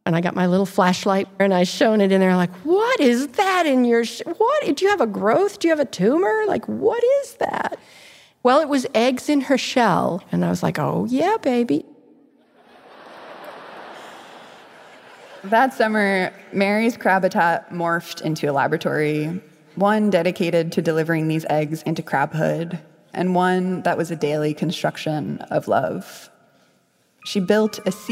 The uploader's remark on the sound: A story she told live on stage at Pop-Up Magazine as a part of their Fall of 2022 tour.